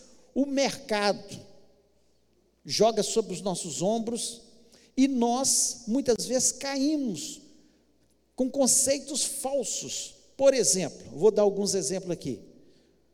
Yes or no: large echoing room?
yes